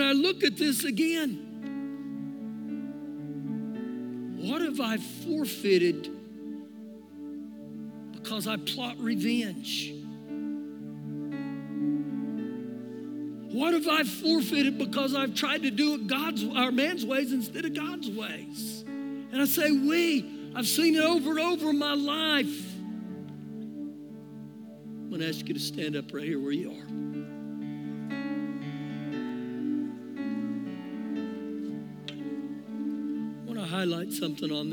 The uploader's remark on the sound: Recorded live during our Sunday morning service